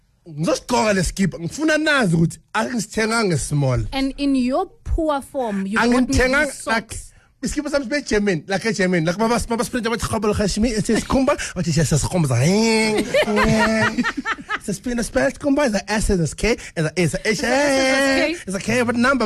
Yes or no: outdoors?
no